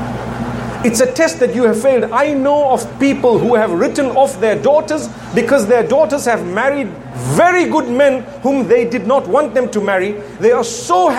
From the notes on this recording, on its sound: Part of the Inspire Tour of the Caribbean, this talk was delivered at the Muslim Fair at the National Cricket Centre in Trinidad and Tobago.